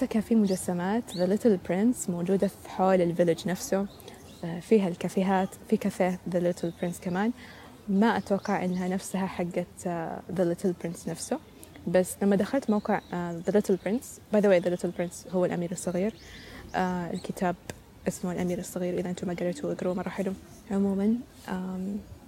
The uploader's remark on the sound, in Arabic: حلقة مسجلة في نامسان في مدينة سول محاطة بطبيعتها وبجانب طائر Heron.